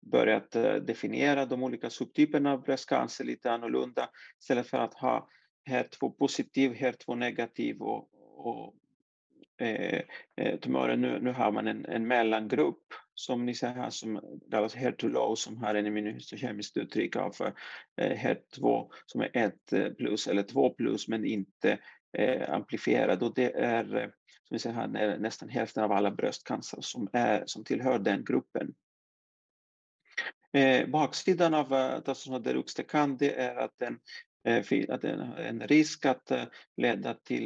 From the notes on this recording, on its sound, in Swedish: Ljudinspelningen från SOF:s webbinarium om Bröstonkologi som sändes 16/5 -2023.